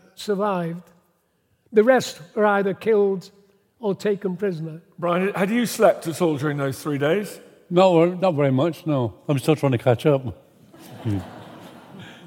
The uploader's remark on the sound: Taken from the 2021 Gloucester History Festival